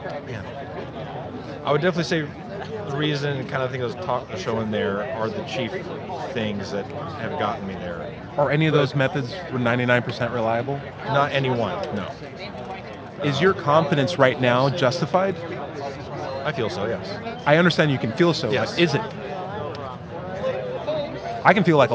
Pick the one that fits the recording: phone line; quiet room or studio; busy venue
busy venue